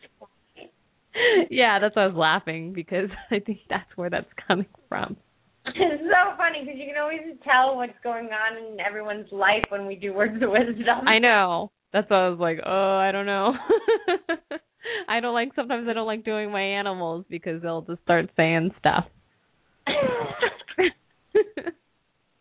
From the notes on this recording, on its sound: open up the lines for listeners to call